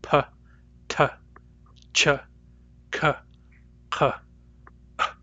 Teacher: That means that they stop the flow of air for a brief moment and then release it again in a very small explosion · Term: plosives